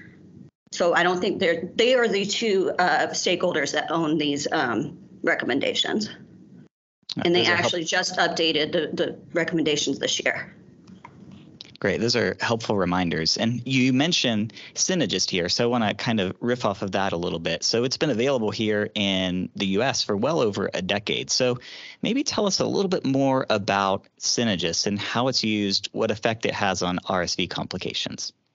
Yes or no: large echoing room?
no